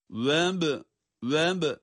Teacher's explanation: Ba harfinde galgale var.